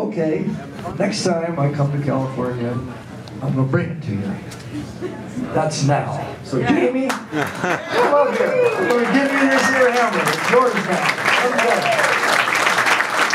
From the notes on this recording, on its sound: on stage at Don Quixote's